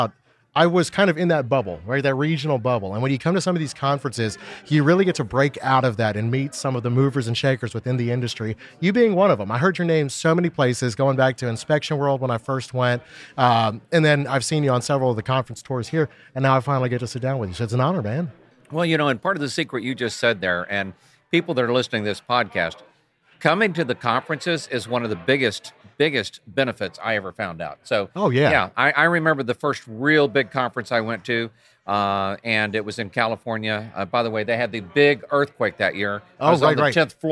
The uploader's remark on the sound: recorded with them during the inspection fuel conference last October